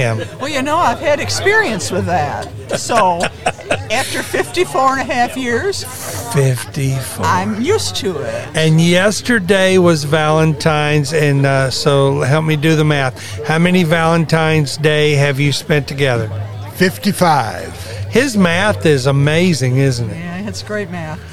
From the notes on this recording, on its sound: LIVE at the Evans Media Source, LLC The Palatka Bluegrass Festival